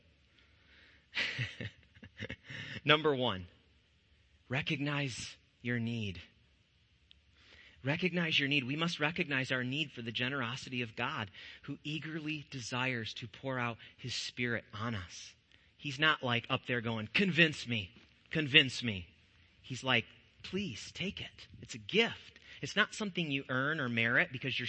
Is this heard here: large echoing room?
yes